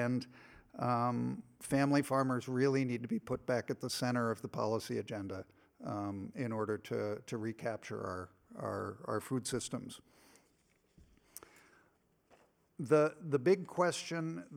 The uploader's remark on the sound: This is shared audio from Town Hall Seattle. This is shared audio from Town Hall Seattle.